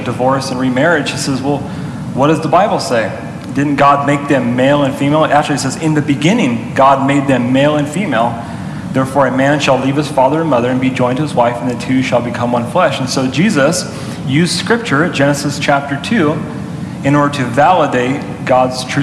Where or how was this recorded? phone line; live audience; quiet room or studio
live audience